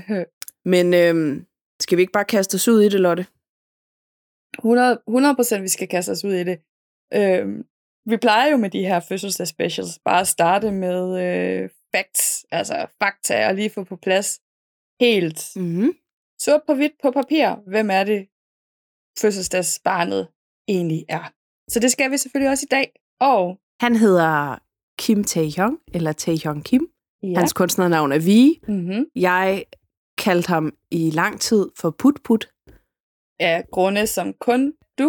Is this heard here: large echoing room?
no